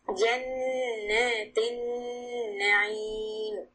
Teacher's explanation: Hold the noon to harakat with the shadda.